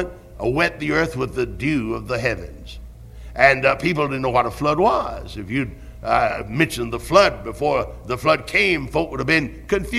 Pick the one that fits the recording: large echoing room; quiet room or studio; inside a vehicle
large echoing room